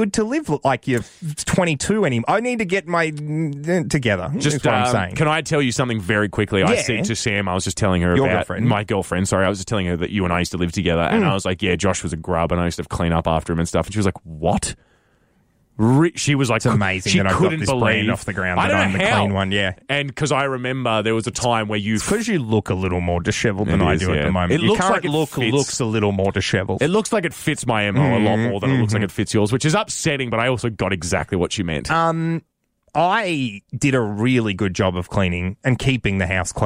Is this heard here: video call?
no